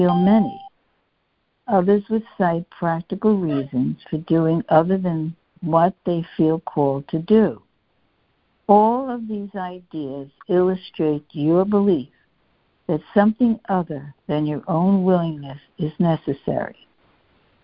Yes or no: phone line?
yes